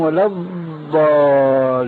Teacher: لذلك هذا يؤكد لنا أنه لابد من تلقي علم الخواء والتجويد من أهل علمي، فالمصريون مثلا والدمشقيون يخطئون في النطق بالضاد، فمثلا الفاتحة التي تقرأ في كل ركعة من الصلوات الخمس عندنا في سوريا وغيرها يقولون ولا الضالين، هذه ضاد ليست إلا دالة مفخمة